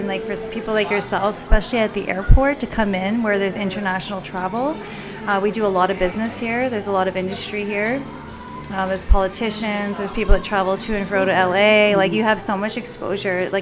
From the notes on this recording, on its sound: Recorded LIVE in TWIGGS Coffee Roasters, Downtown, North Bay, Ontario.